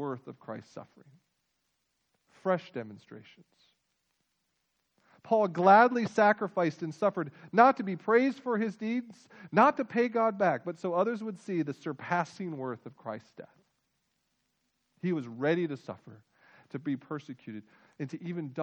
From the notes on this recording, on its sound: Full length audio recording of our joint worship service with Northbrook Baptist Church.